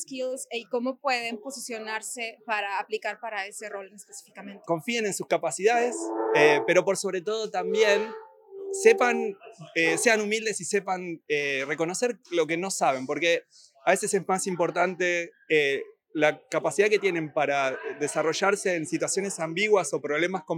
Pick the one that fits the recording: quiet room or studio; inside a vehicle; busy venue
busy venue